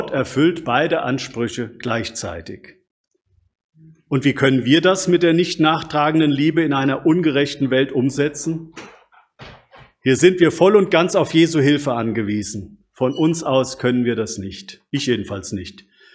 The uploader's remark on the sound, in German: Predigt aus dem Gottesdienst